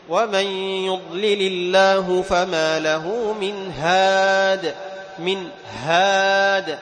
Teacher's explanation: تدفع النفس، حرف مهموس، فتوضح إظهار الهاء